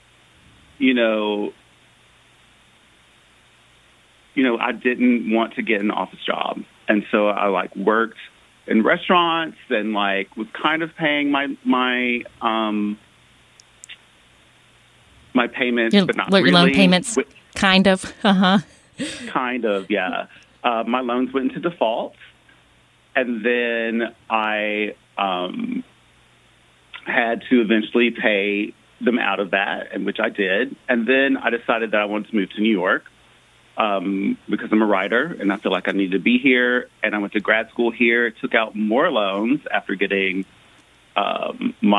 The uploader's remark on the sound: Our Student Loan Questions Live: Part One. Part one of our live call-in specials about student loan debt.